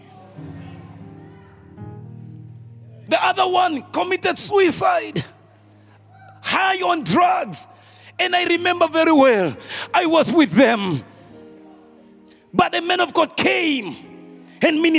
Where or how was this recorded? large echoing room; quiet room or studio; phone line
large echoing room